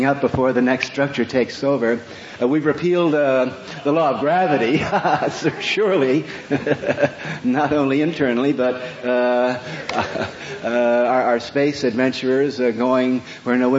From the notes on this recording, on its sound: Recorded early in the 1980s at a Psychedelic Conference held at UCSB